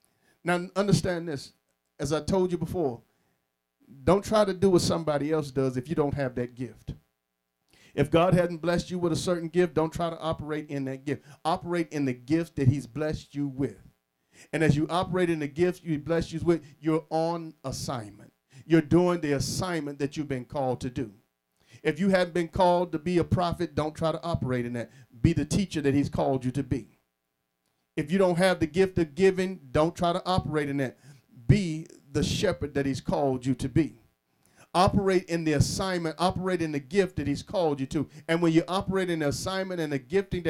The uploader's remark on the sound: Sermon preached from Wesley AME Zion Church